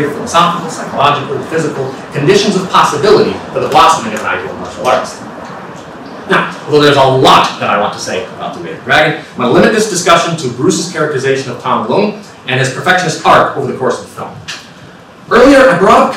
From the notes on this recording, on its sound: This talk was given at the 2018 Martial Arts Studies Conference at Cardiff University.